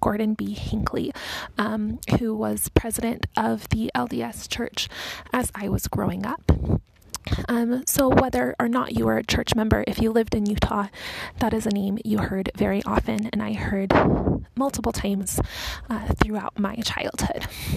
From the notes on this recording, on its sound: Walking tour of the Salt Lake City Cemetery.